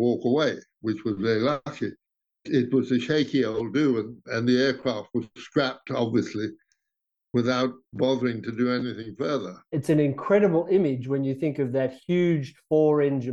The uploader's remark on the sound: over an international Zoom call